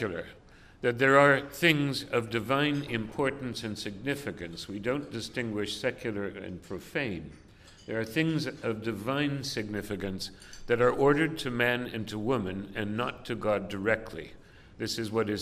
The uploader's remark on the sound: delivered this address on November 15, 2018 at the University Club of Chicago